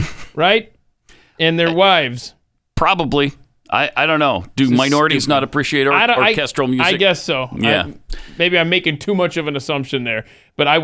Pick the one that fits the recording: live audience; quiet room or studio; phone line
quiet room or studio